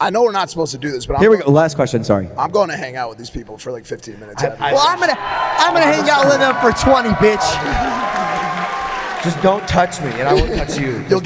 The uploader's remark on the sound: LIVE audience show in Columbus, Ohio.